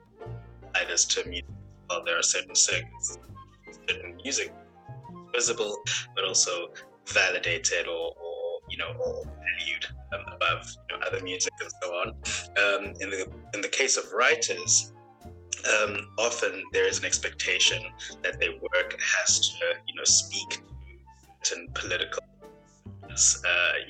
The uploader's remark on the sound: The internet connection was spotty during our recording